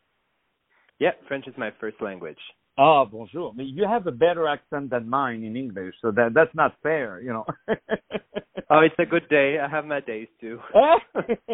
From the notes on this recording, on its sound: On the phone